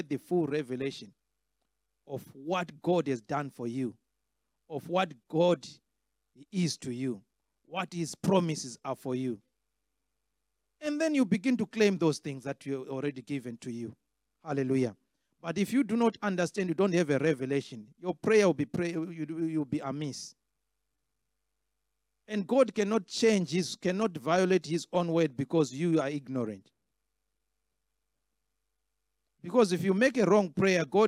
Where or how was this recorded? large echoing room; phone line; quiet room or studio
large echoing room